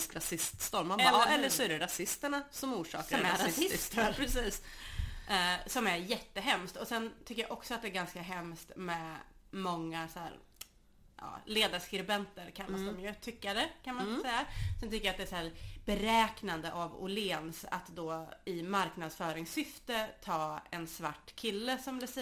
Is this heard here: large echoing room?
no